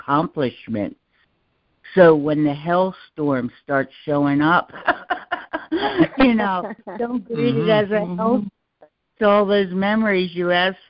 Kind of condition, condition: link, phone line